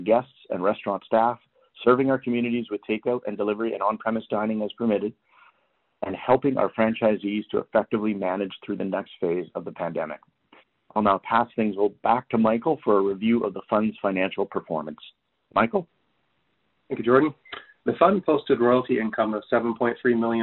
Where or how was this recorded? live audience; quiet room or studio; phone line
phone line